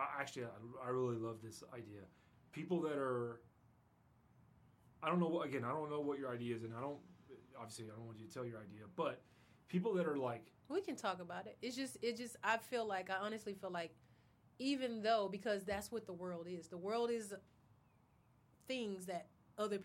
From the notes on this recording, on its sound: We recorded this in a gazebo in a park in Pensacola, FL sometime in March 2022.